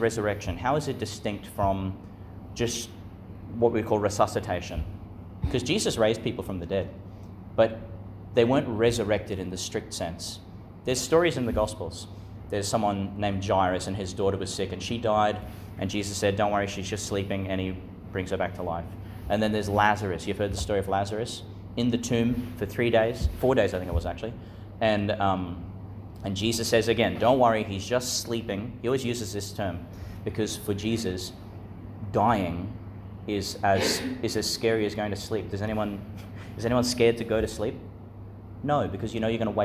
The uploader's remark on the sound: delivered in the Chanel College Chapel, Gladstone, Qld.